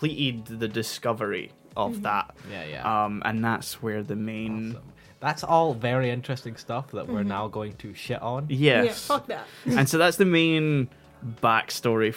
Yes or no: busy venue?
no